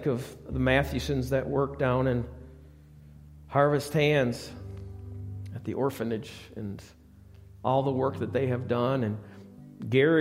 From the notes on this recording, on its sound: Recorded live at the Alabama Full Gospel Fellowship church in Medina, New York.